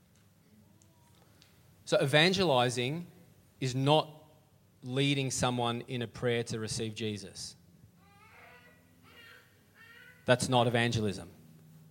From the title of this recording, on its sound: LIVE at Echo Church